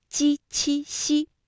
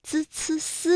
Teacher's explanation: 我们在读鸡、七、西的时候呢，感觉到是舌的中间在使劲，也就是我们通常所说的舌面，而滋、呲、丝呢，会感觉到是舌尖在用劲儿 · Term: 部位不同